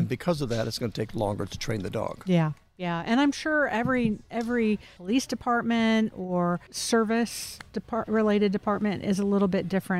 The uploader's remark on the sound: Recorded at Wheelers Western Outfitters